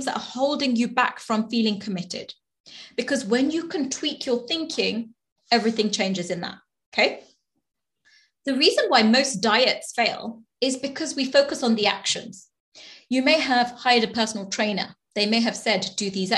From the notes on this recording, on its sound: Webinar Replay. This week's podcast is the audio recording of the webinar!